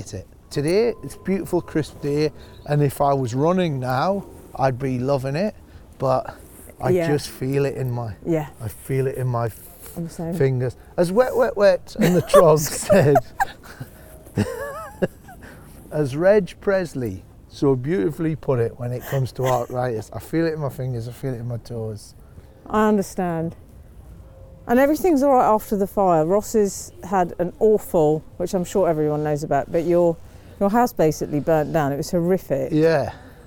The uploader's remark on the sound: a stroll around Regent's Park in North London